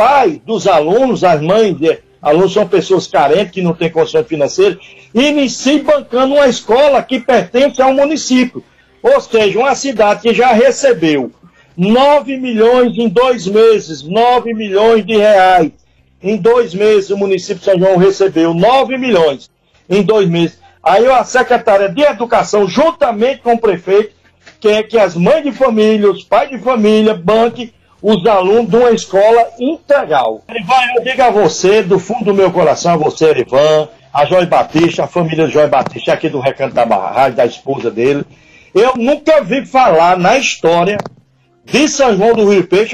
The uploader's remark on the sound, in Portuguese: Em participação por telefone. No programa Passando a Limpo pela rádio Mais FM 100.1.